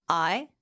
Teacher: This means it's made up of two sounds. It's a combination of the a sound and the e sound. · Term: diphthong